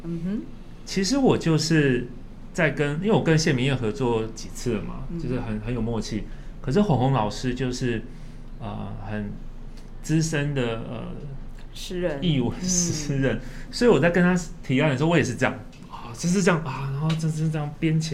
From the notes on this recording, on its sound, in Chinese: 本集節目在「Sidoli Radio小島裡」現場錄製